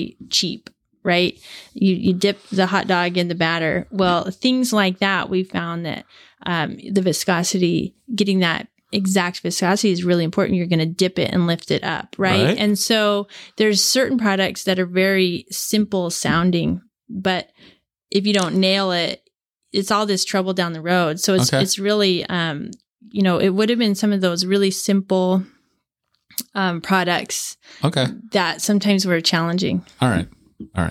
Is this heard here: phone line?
no